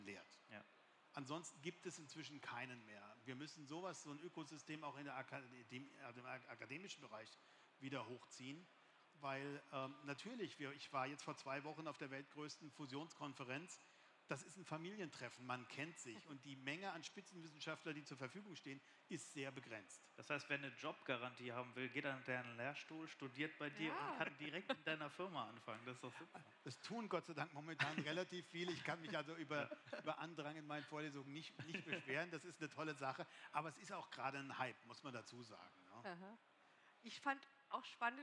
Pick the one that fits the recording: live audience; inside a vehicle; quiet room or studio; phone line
live audience